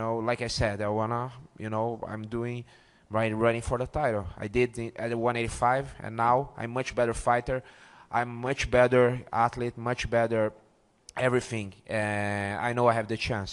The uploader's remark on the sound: Live recordings from octagonside pre-fight, then the press conferences post-fight, at UFC 194 in Las Vegas.